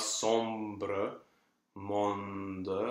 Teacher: on the way to that B or on the way to that D, the tongue and the lips will articulate something that sounds like an, a sort of a ghost M and a ghost N.